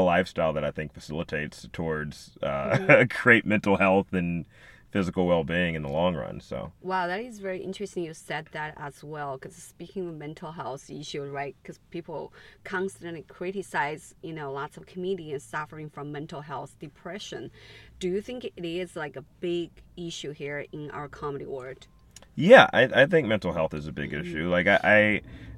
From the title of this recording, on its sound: In The Car